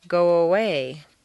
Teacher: if a word ends in O, your lips are going to be in the forward position, so a W, a W, quite naturally leads into the next sound, go away. You don't want to say go away and break the undercurrent of your voice. · Term: glide